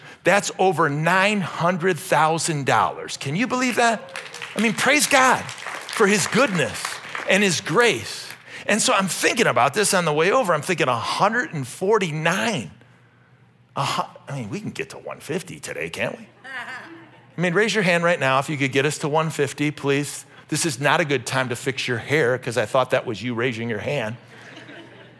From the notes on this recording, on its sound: This message was originally preached at Highpoint Church on Sunday, April 16, 2023.